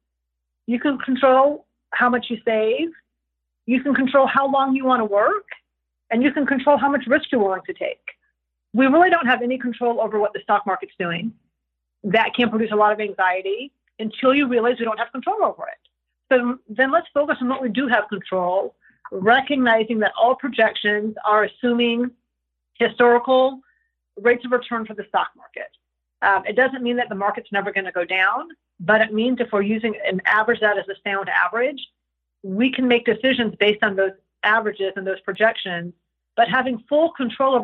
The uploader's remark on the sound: via internet phone